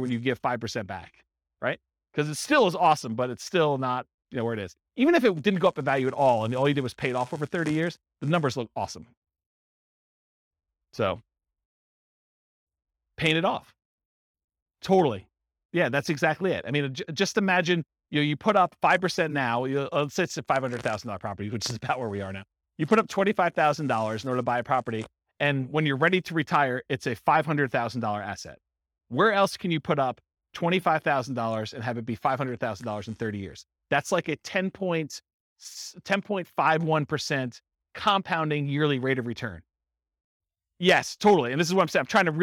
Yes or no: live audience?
yes